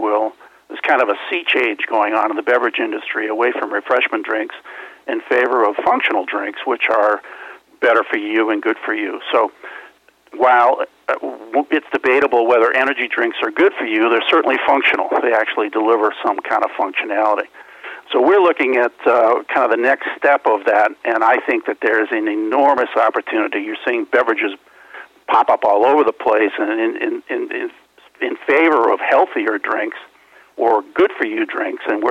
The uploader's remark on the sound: called in to SmallCapVoice